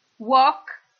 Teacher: Walk, camminare, talk, parlare, tutti e due hanno una sequenza LK pronunciando la quale si omette completamente il suono della L.